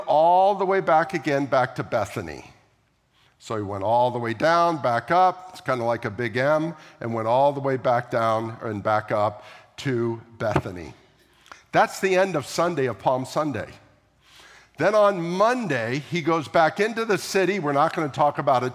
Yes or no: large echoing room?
yes